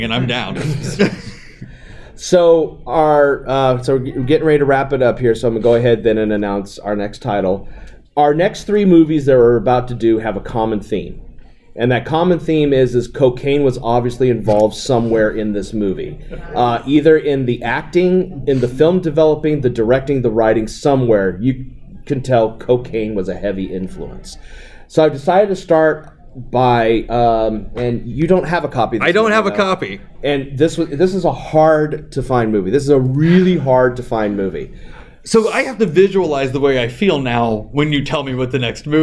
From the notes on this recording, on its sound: Live From All-Con 2019 (Raw Audio). Live from All-Con, one of the best fan cons out there.